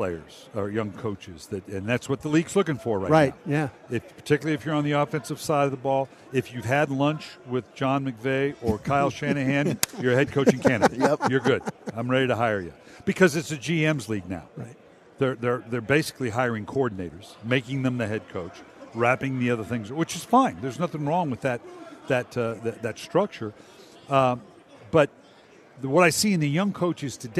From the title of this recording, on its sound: live from Super Bowl Radio Row